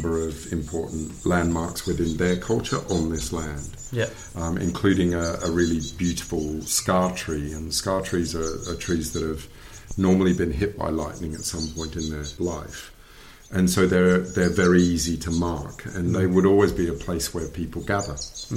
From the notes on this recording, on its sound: (and some rather sweet special guests) on location at one of his current projects in the verdant countryside of East Sussex.